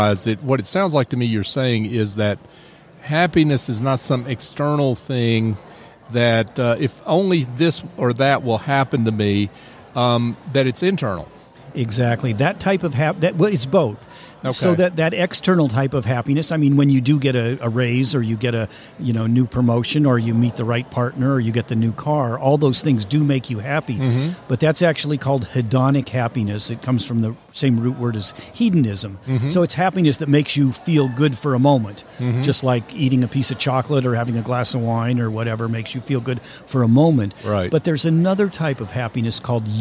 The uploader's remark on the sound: LIVE at the Business RadioX® remote at SOAHR 2023